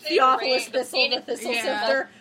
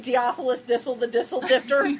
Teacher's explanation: he does the D instead of the TH · Shown in: second take · Theophilus Thistle the Thistle Sifter would be Theophilus Dissel the Dissel Difter.